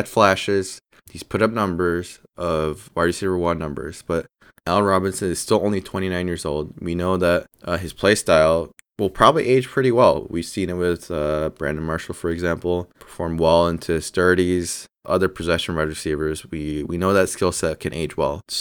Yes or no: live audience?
no